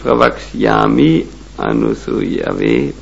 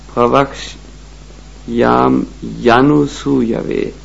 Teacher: da im Sanskrit niemals zwei Vokale aufeinander folgen können, wandelt sich das I aus Pravakshyami in ein Y, was andeutet, dass die Vokale verbunden werden · Shown in: second take